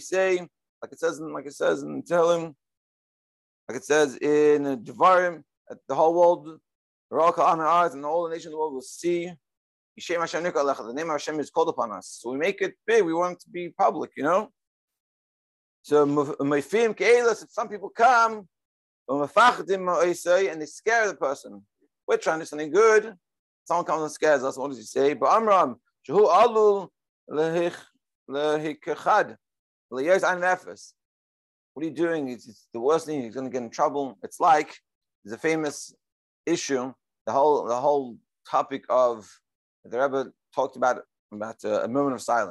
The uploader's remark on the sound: Daily Zoom Shiur.